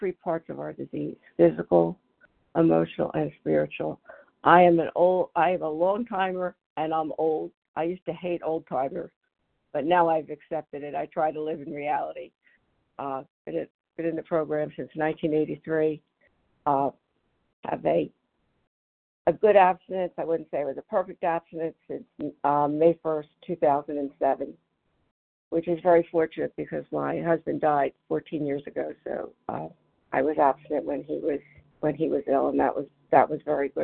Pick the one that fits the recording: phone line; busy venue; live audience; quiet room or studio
phone line